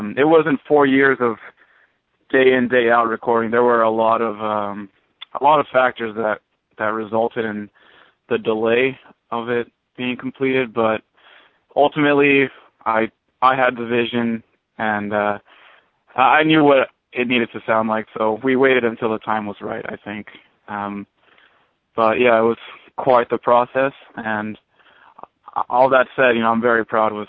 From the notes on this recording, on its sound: on the call in this metal artist interview